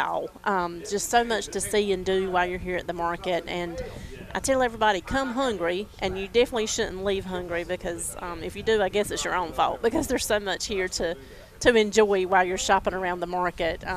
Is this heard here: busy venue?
yes